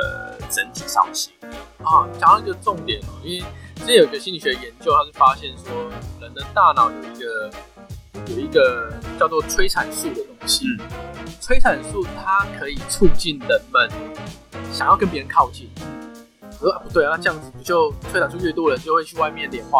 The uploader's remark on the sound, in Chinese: 本集音檔為 2019 年錄製，錄製時收錄較多環境雜音，已降噪處理加上背景音樂。